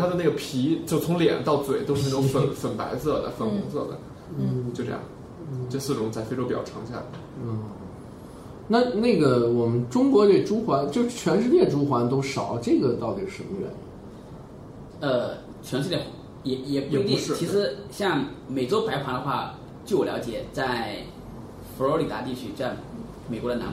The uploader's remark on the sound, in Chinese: 本期节目为在张大妈办公区用录音笔录制，可能有街道上的杂音，请见谅。